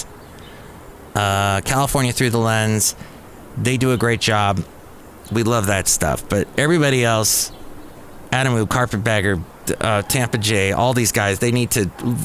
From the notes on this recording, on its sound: podcasts live from Café Anyway